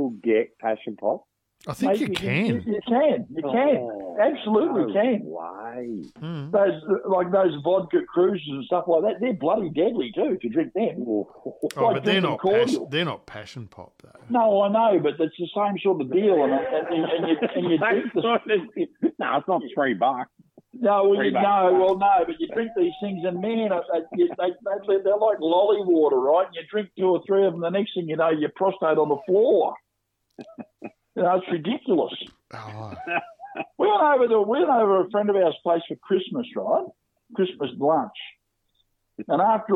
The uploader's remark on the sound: a couple of guest callers